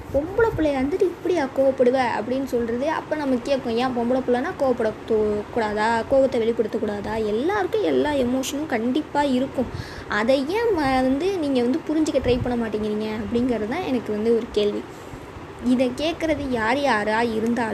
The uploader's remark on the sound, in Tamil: Background noise konjam athigma irukum poruthukonga.